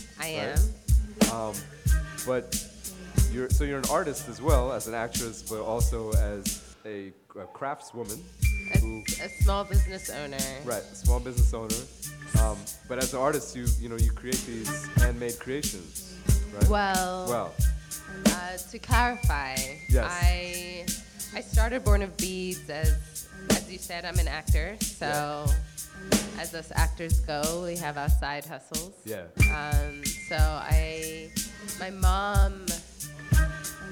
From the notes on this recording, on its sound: Originally broadcast live on November 1, 2018 from the storefront of Kinfolk 90 in Williamsburg, Brooklyn, New York City. Broadcast live on WAXX.fm.